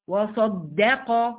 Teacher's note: وصدق، وصا وصا د ق، يلا صا مفخمة، د مرققة، ق مفخمة